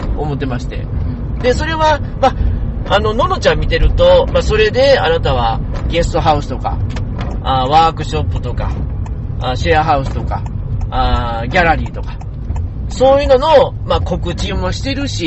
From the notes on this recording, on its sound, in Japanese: 車の中で収録していますので、少々お聞き苦しいところがあります。